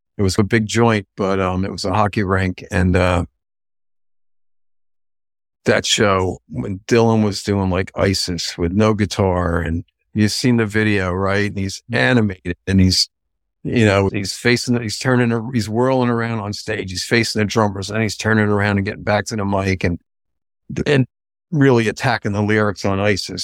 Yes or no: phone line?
no